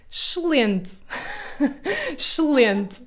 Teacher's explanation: nós comemos quase todos os S da palavra